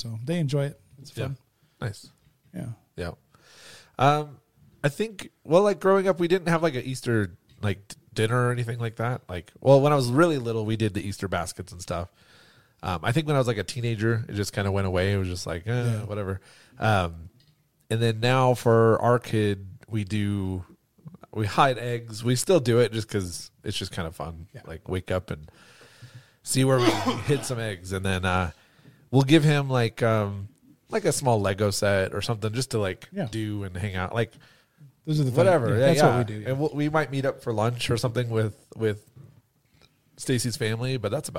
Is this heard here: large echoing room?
no